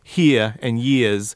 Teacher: when he says here and years, he's dropping those R's, whereas someone from Appalachia would force those R's and would say here and years.